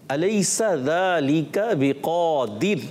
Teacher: بقادر میں را کو ہم نے باریک رکھنا ہے · Term: را باریک